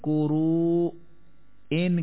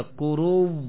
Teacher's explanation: اگر حمزہ سے پہلے واو ہو تو وقت میں حمزہ کو واو سے بدل دیں گے، اور پہلی واو کا دوسری واو میں ادغام کر دیں گے · Shown in: second take